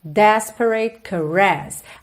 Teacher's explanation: Atenção aqui às sílabas tônicas. Desperate é a primeira, caress é a segunda